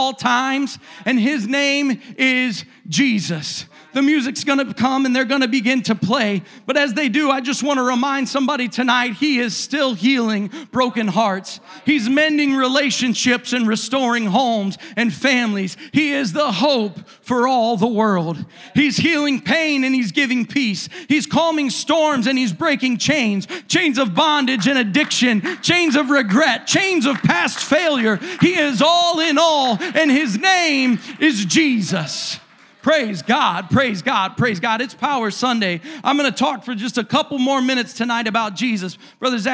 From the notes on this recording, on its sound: A service recording from Connect Point UPC.